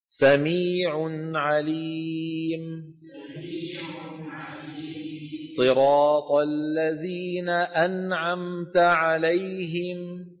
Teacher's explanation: وتكون الغنة ناقصة يعني قصيرة، معنات ناقصة يعني قصيرة، في النون والميم الساكنتين المظهرتين